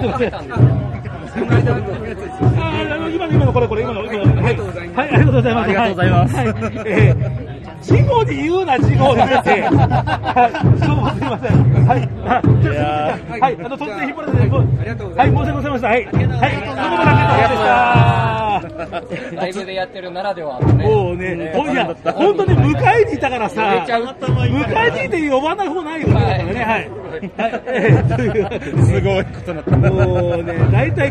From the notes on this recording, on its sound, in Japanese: ブースに押しかけての収録